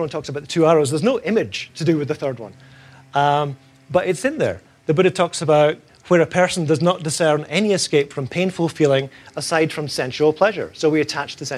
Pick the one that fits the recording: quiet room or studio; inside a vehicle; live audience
live audience